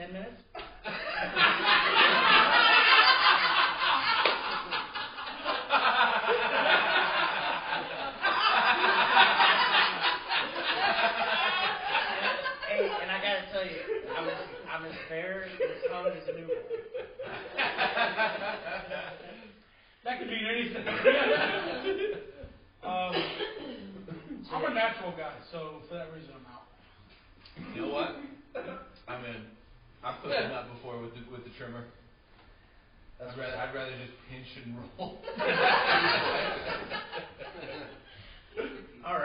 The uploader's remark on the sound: LIVE AT THE 16th ANNUAL CLEVELAND COMEDY FESTIVAL